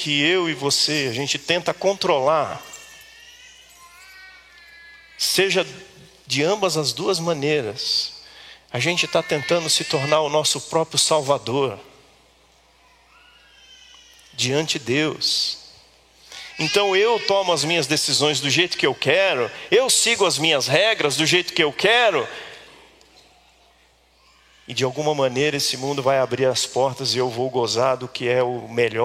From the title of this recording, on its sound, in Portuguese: Culto ao vivo IBMorumbi